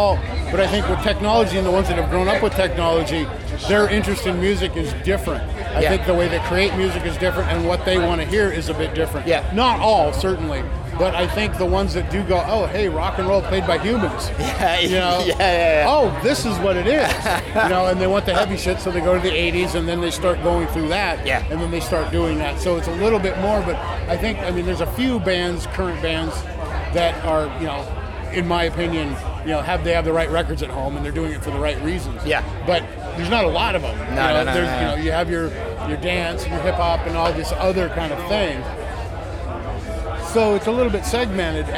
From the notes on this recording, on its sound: at Bloodstock Festival 2019